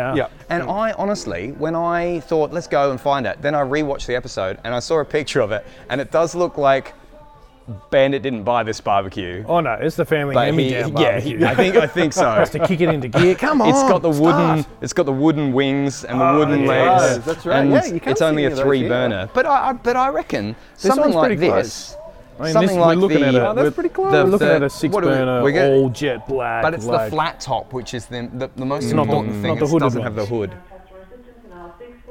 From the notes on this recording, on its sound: we record ON LOCATION at our local Hammerbarn